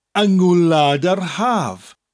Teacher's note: Gwlad yr Haf. After an, the G in gwlad becomes an NG, ngwlad. But the un in front of it also changes to an ung, YNG. · Term: nasal mutation